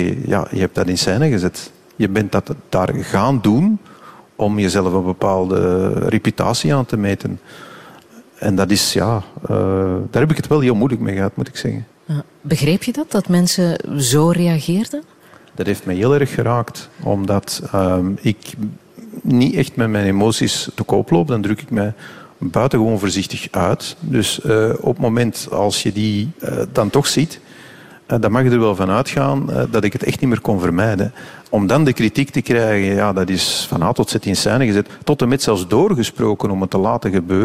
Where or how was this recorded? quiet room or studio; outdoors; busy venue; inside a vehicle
busy venue